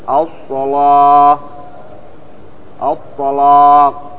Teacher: أما ورش عنده قراءة بتغليظ اللام، بتغليظ اللام، فإذا غلظت اللام فإن الألف تتبعها